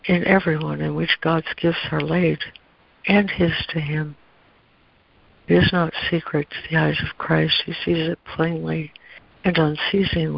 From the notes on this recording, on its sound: ACIM Daily Conference Call.